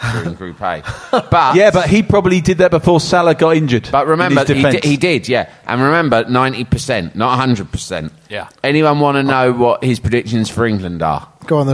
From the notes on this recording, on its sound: we bring this special episode LIVE from the Albany on London's Great Portland Street